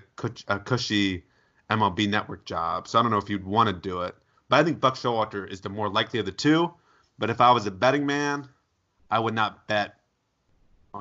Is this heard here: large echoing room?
no